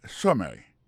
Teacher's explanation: pour question de prononciation, accent tombé sous premier syllabe là, summary. Ça, c'est summary.